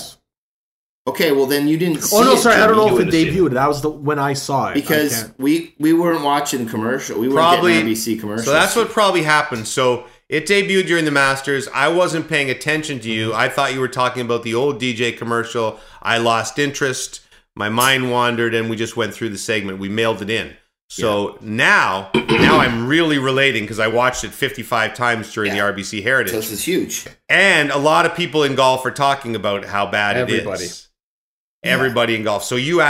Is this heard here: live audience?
no